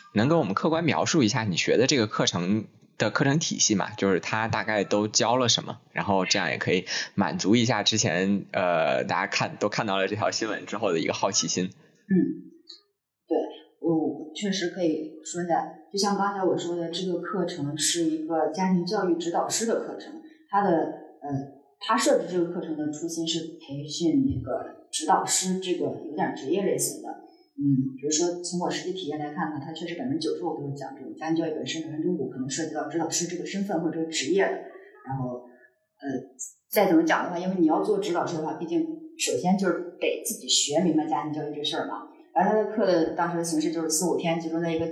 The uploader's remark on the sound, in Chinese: 本期节目由于录音失误，音质不佳